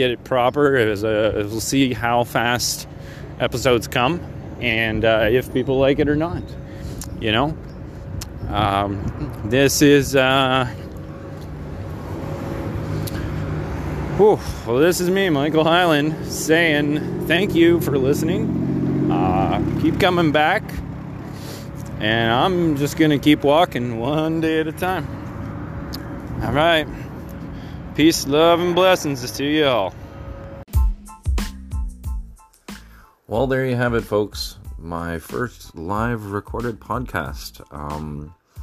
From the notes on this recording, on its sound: Live interviews at a freedom protest in Toronto, Canada